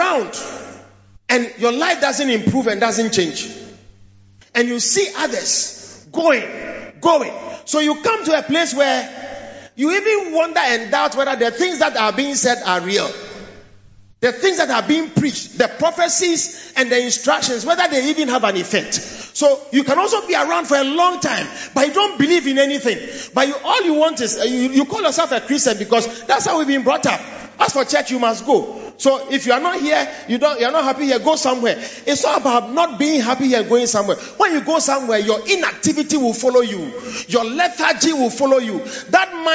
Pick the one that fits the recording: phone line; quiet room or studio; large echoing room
large echoing room